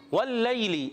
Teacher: یا ساکن سے پہلے زبر آ رہا ہے یا لین کا قاعدہ ہوگا، نرمی سے ادا کریں گے، حرکات کو بغیر کھینچے ادا کریں گے.